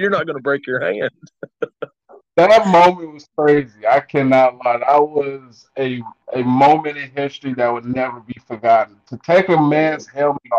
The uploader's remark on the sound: we fought through some technical difficulties